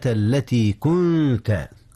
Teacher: أخفي النون قبل التاء، إذ التاء من حروف الإخفاء